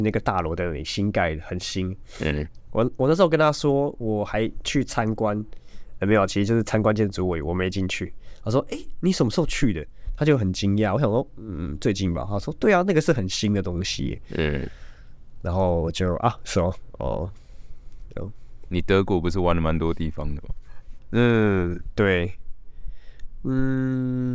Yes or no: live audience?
no